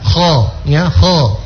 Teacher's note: yang penting itu dia dibaca dengan sambil dinaikkan pangkal lidah